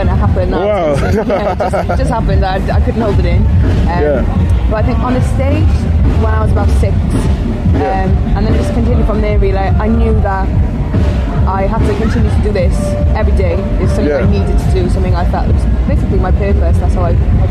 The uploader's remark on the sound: Shared the bill at a festival earlier this year and caught up back stage to chat!